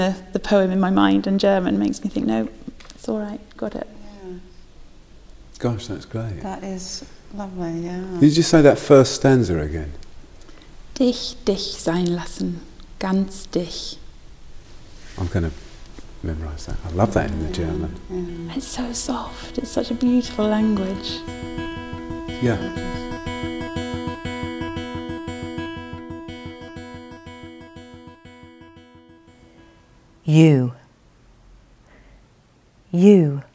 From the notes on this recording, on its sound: Visited The Poetry Exchange at St Chad's College Chapel in Durham, during Durham Book Festival, in association with Durham University Foundation Programme.